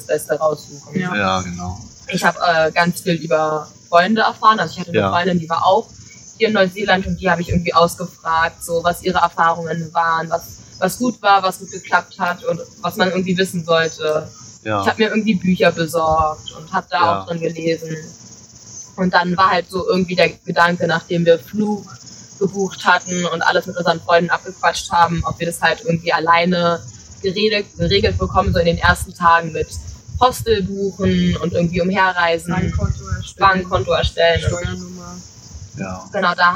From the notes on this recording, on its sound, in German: Live aus Neuseeland. In einer gemütlichen Runde im Park befragt. Die Tonqualität hat diesmal leider ein wenig gelitten.